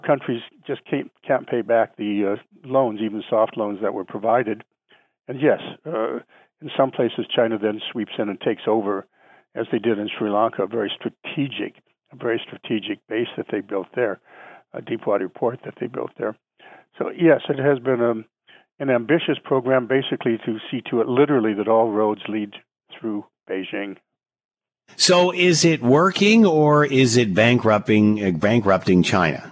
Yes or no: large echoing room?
no